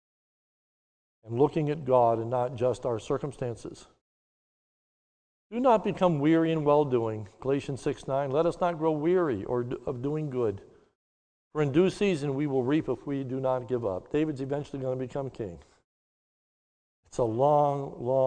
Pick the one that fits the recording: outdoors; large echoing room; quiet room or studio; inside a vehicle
large echoing room